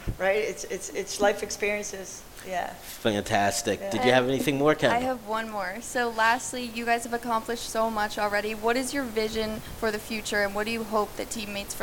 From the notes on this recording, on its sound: Our first show, held live at Cafe 210 in downtown State College